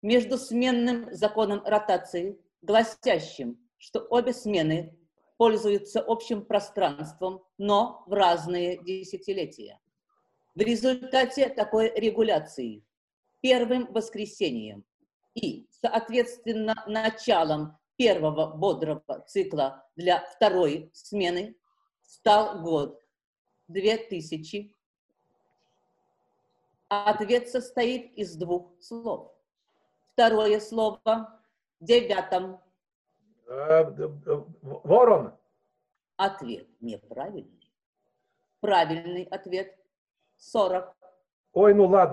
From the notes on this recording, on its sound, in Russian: Читка состоялась в формате zoomconference 4 и 6 мая 2020 года. Запись онлайн читки пьесы. Читка состоялась в формате zoomconference 4 и 6 мая 2020 года.